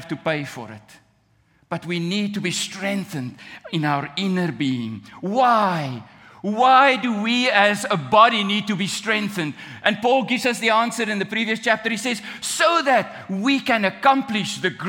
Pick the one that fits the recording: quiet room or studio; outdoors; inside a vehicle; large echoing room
large echoing room